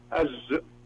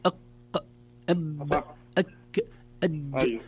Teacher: لا خلينا شوي، هذا يسموه حرف شديد. حرف الجيم من حروف الشدة وليس من حروف الرخاوة. الشدة ينحبس في المخرج ما يقدر يطول فيه. · Shown in: second take